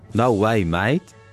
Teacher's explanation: Let's also look at the A sound as in no way. This becomes more like no I.